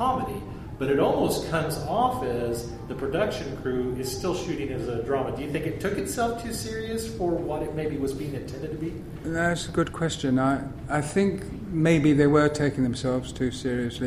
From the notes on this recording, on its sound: At Planet Comicon 2016. Here is the audio that we recorded at that panel.